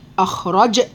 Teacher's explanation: فخموا الراء لأنها مفتوحة